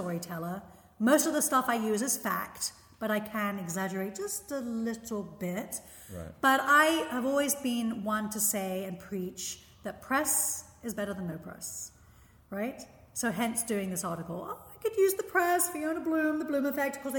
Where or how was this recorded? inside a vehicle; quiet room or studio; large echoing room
large echoing room